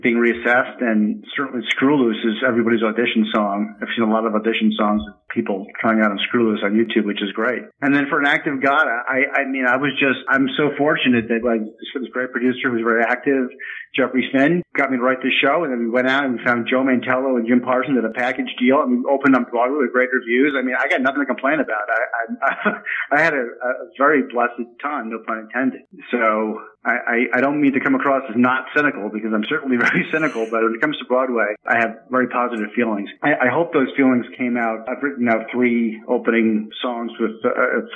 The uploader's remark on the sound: He called in from his home in Hollywood.